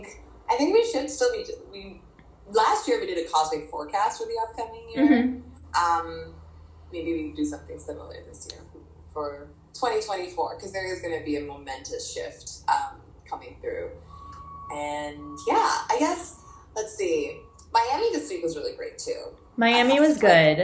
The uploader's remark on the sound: excuse the sound quality!